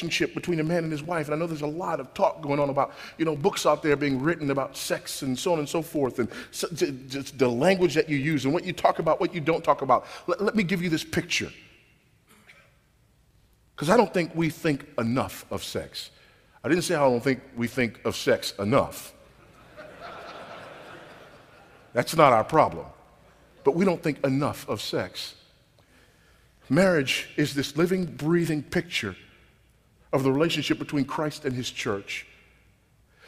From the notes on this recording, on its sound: This sermon was recorded at Grace Community Church at Shepherd's Conference 2012.